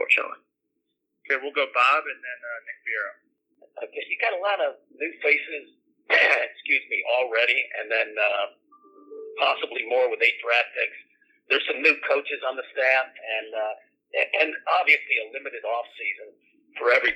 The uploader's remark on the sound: his conference call with the media